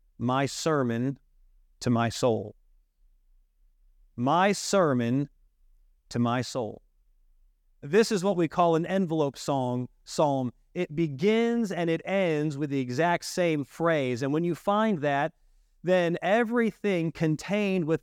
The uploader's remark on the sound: This message was delivered on September 10, 2023, during our evening service.